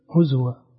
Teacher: لو وقف عليها حمزة يقول يسكن الزاي